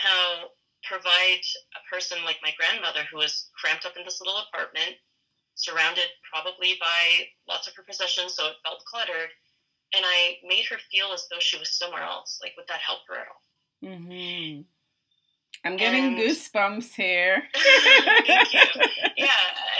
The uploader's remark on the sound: The audio on this one is rough but the content is great!